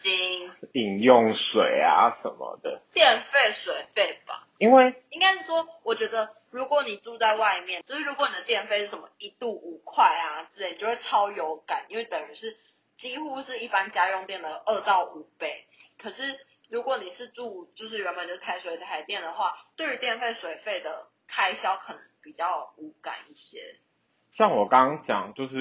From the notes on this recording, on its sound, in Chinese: 第一次的試錄，有一些音質上的瑕疵煩請見諒～。